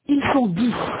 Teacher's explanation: There is a consonant sound s at the end of the word six and the word dix.